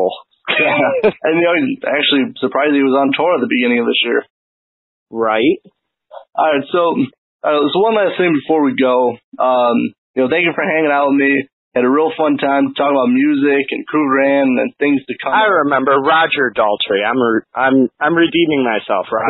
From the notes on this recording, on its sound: A phone interview with frontman and guitarist.